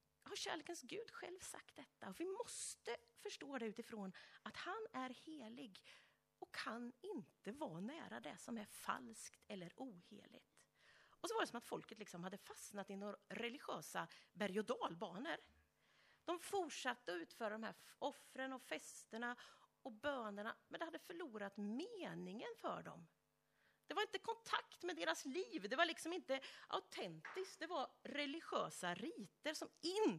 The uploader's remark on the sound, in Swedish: Inspelad under gudstjänst i Löfstadkyrkan i Tranås. Vi beklagar att inledningen av predikan föll bort.